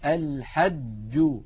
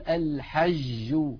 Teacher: الجيم التي نقلت لنا من تلاوة رسول الله صلى الله عليه وسلم والعرب المعاصرين له جيم شديدة · Shown in: first take · الحج، ولا نقول الحج، هذه لا تصح أبدا.